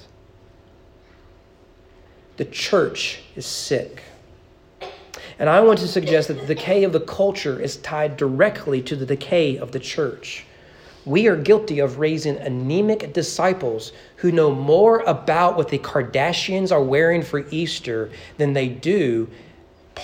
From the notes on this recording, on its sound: at East Frankfort Baptist Church during morning worship